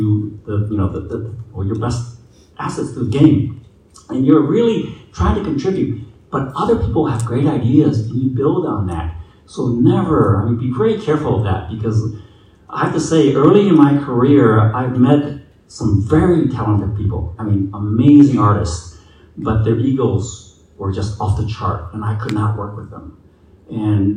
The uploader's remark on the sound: Star Wars Celebration Europe 2023 Panel. Raw recording. Saturday panel from Star Wars Celebration Europe 2023.